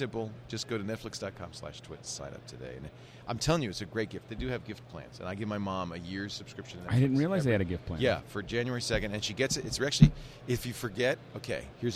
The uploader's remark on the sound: Day 1 live coverage of NAB Show 2011. Day 1 live coverage of NAB Show 2011.